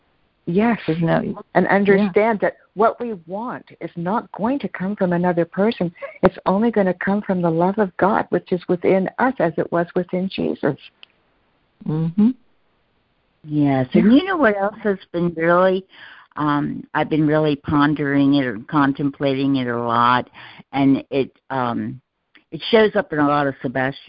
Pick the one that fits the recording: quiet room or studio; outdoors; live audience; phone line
phone line